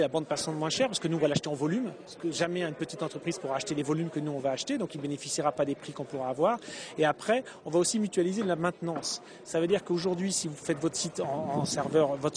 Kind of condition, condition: setting, busy venue